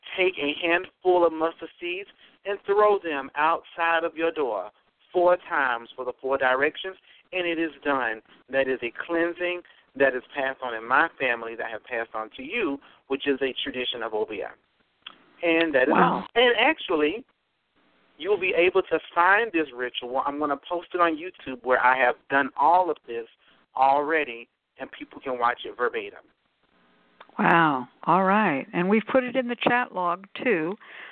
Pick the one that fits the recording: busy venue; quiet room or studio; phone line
phone line